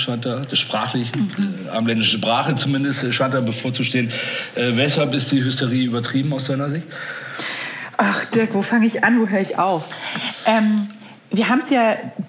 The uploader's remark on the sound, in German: KKongress Special 2021. Im Live-Podcast.